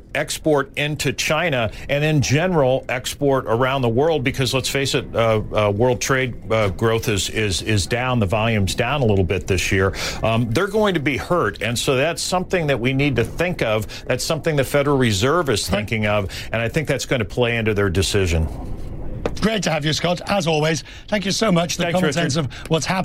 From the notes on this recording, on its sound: live from the New York Stock Exchange